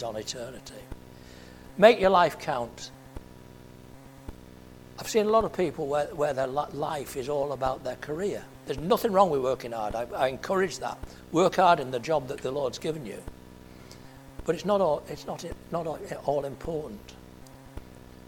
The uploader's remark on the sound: at Family Church Westhoughton